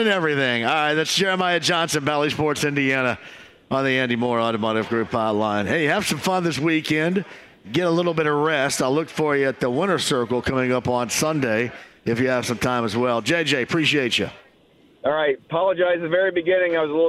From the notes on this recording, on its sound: Live from Brothers downtown. Taking some comments and questions from listeners online!